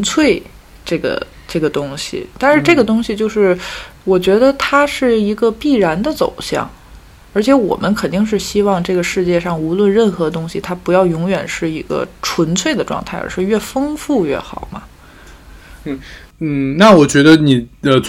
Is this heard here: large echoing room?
no